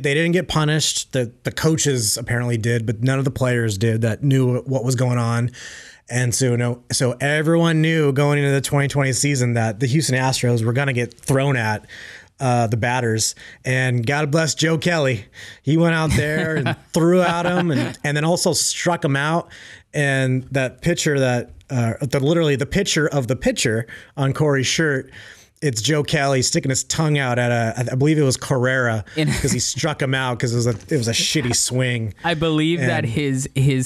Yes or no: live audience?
no